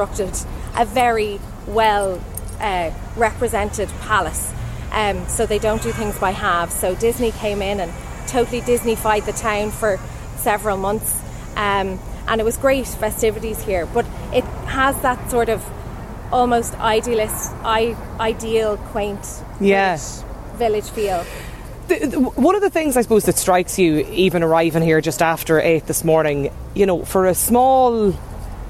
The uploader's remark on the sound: As part of Newstalks Summer Tour, Lunchtime Live was LIVE from the picturesque village of Enniskerry, nestled in the Wicklow mountains.